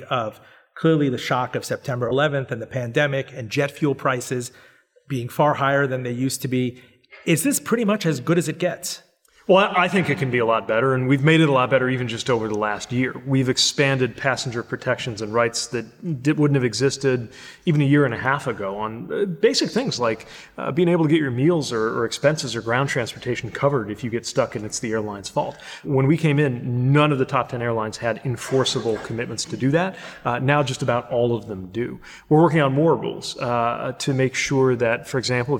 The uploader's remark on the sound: Recorded before an audience at the University of Richmond's Modlin Center for the Arts.